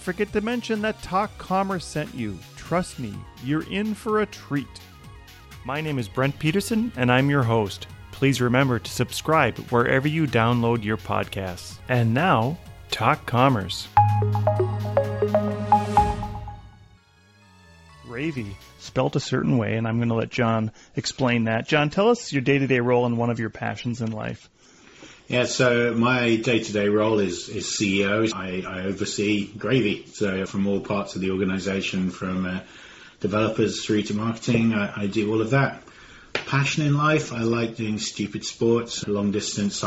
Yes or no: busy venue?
no